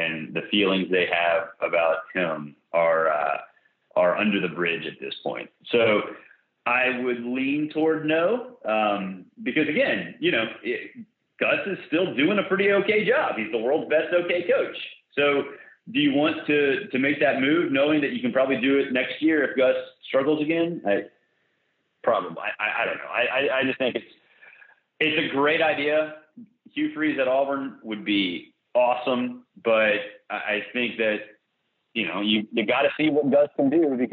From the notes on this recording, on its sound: joined on the Modern Woodmen phone line